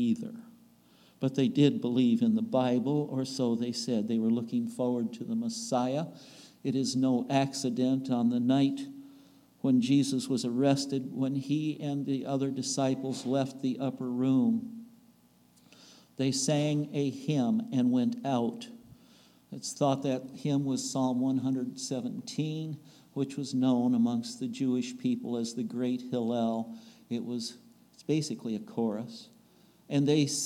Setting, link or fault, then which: setting, large echoing room